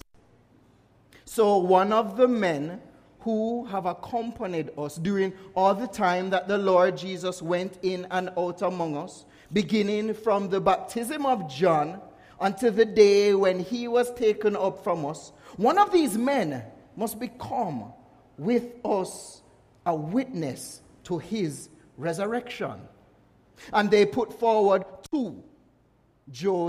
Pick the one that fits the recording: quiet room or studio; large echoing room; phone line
large echoing room